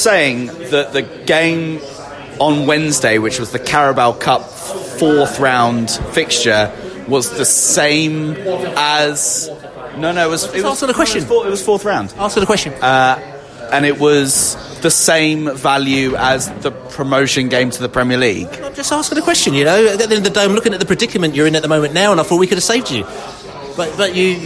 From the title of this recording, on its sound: post-match podcast from the pub